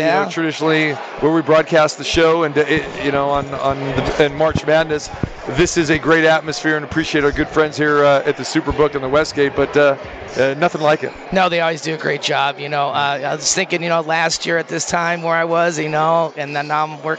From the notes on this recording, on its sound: Live From the Super Book. March Madness ambience and crazy finishes in the opening round of the NCAA Tournament. At the Westgate Las Vegas.